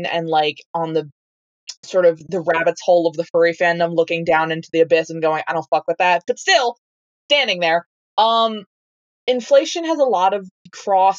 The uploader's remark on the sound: We had a ton of issues with the live recording, as we aren't super great at this. The audio is, as always, dismal.